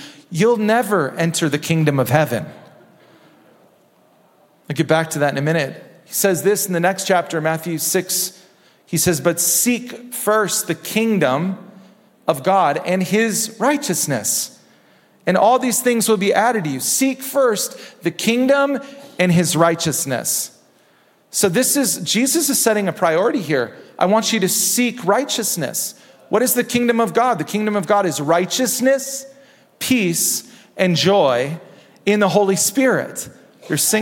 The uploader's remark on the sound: Recorded at Hope Church in Springfield, MO.